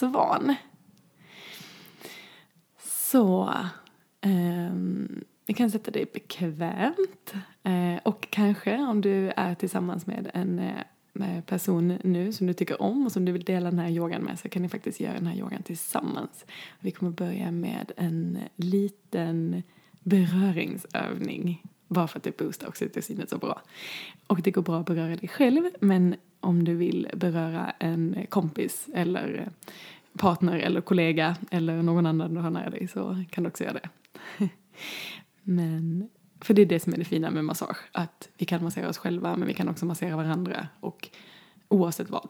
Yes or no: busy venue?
no